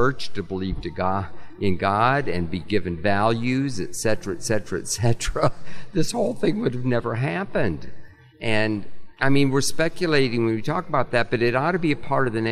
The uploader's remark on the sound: recorded at the National Religious Broadcasters convention in May